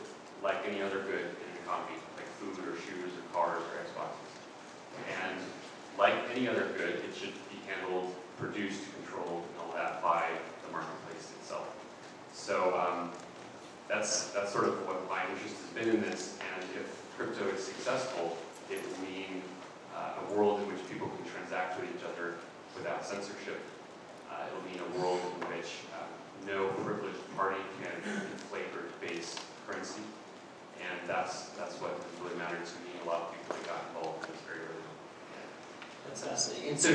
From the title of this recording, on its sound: Keynote Fireside Chat at Denver Startup Week